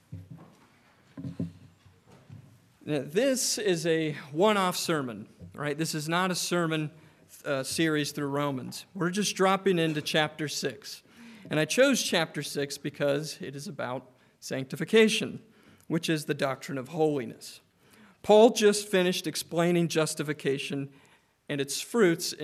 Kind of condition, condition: setting, large echoing room